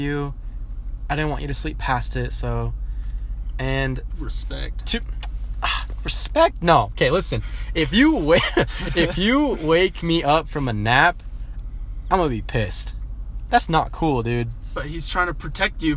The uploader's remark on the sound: We literally did our first two podcasts in the car so excuse the horrible audio quality